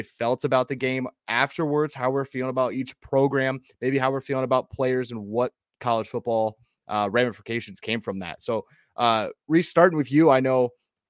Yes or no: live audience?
no